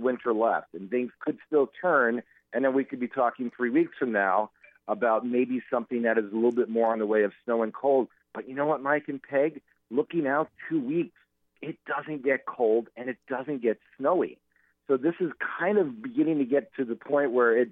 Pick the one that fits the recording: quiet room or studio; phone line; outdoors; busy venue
phone line